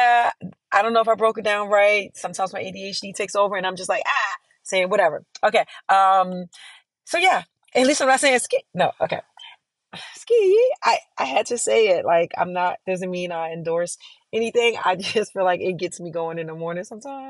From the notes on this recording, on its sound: Just me in my car